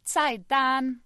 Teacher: it's that second syllable, the dan, which needs to be like a high-level tone